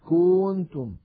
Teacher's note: الخطأ أن يمط ضمة الكاف فيقول مثلا كنتم. · Term: التمطيط